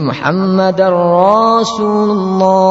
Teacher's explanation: Berikutnya memanjangkan ra sehingga menjadi Muhammadar Rasulullah.